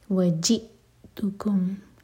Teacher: وجئتکم حمزہ پر cut off sound اور پھر تا پر زور. وجئتکم ایمٹی میم کے بعد با، اخفاء شفی.